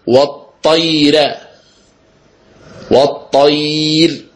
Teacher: مثالها أيضا والطير، والطير إذا وقفنا فترقق الراء في حال الوصل وفي حال الوقف. لماذا؟ لأنها سبقت بياء ساكنة سكونا حيا